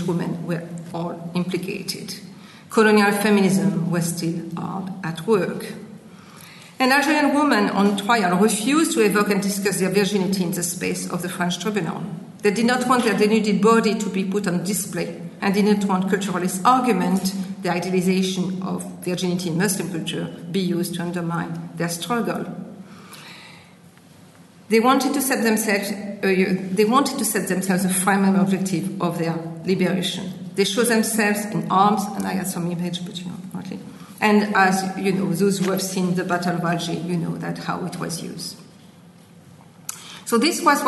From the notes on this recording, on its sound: Recorded at 'In Search of Transcultural Memory in Europe' conference, UCD, September, 2016.